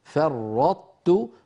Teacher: نطبق على طاء ونجافي عن تاء مضمومة